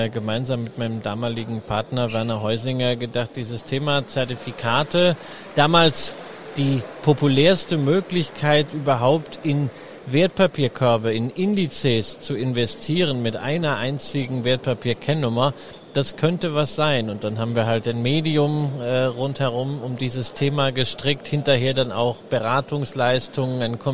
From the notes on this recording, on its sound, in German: Live auf der Gewinn-Messe auf unserem Börsenradio-Podcaststand aufgenommen